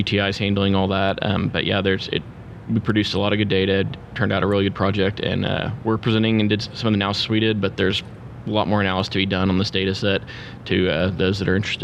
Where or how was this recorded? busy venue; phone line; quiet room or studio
busy venue